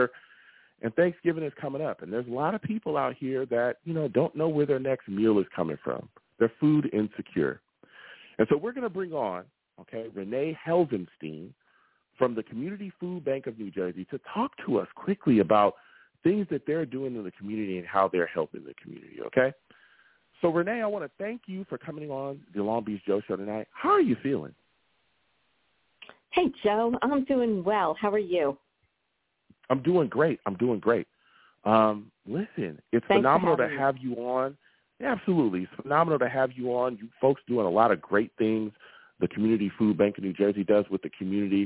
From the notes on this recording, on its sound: Tonight, live at 7pm eastern. I take live callers!